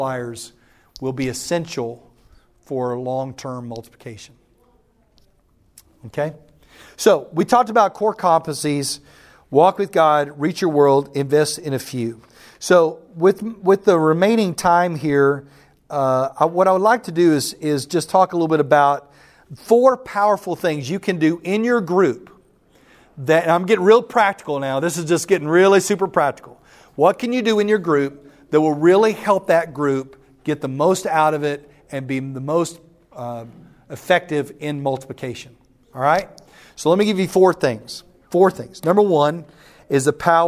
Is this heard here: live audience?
yes